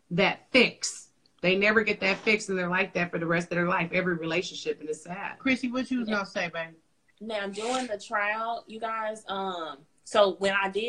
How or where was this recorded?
video call